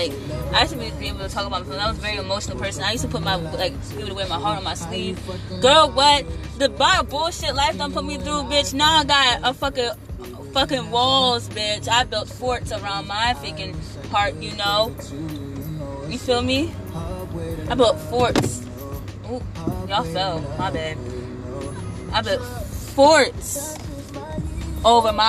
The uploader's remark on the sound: I got on instagram live and decided to do my podcast on live